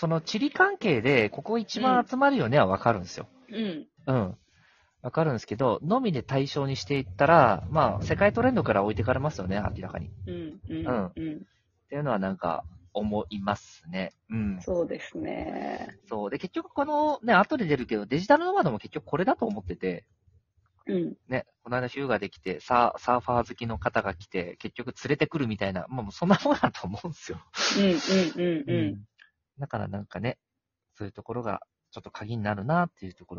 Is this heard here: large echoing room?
no